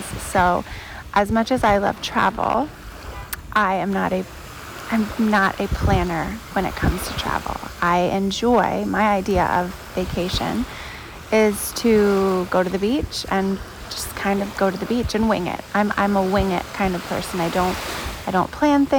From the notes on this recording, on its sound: This episode was recorded outside, at the sea, with the sounds of nature - waves, birds voices, boats, and more!